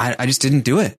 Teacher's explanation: His inflection goes up at the end of like every statement. · Term: High Rising Terminal